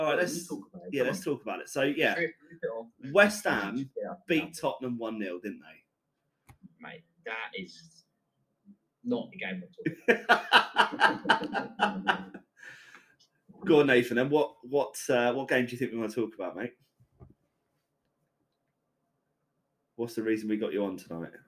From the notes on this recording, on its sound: Major technical difficulties has probably ruined this episode.